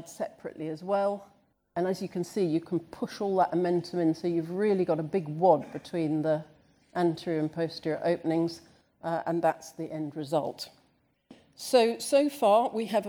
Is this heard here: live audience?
yes